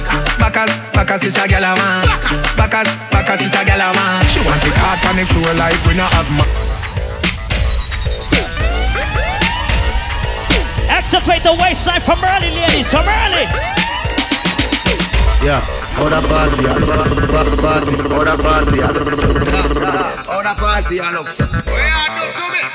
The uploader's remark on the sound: BRRRP BBQ 2023 LIVE AUDIO